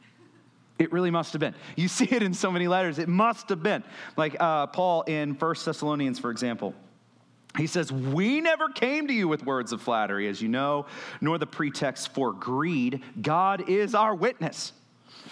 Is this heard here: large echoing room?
yes